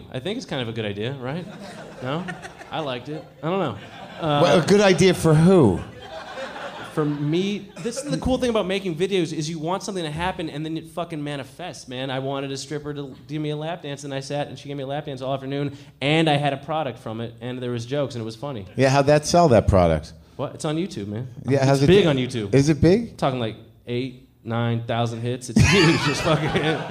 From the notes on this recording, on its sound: At Comix in NYC. A live WTF taping.